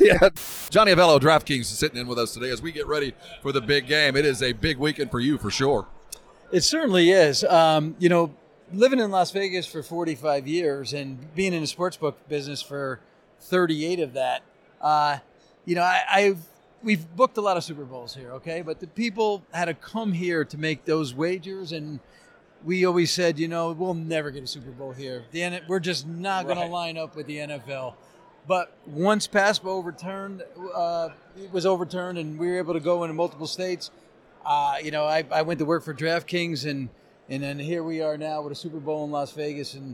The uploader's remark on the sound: Super Bowl 58 Radio Row Special